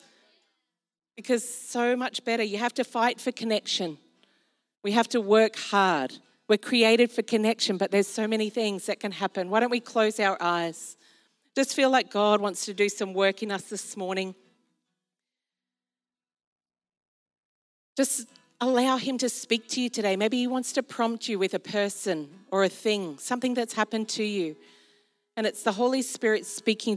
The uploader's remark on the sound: This was recorded in our Melbourne East service on Sunday, the 4th of December 2022